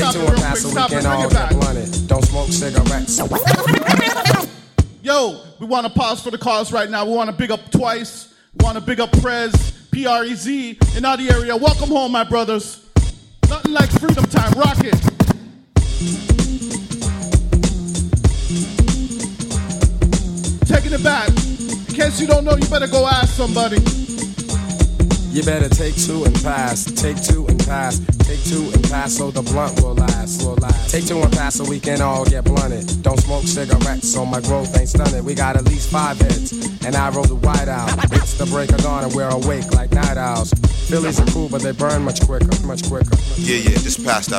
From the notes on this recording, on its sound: Hip Hop Mix at a live event!